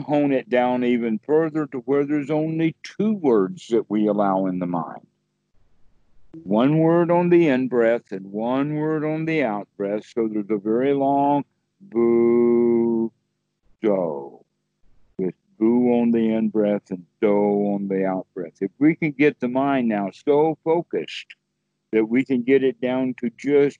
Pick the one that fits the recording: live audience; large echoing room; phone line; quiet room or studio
phone line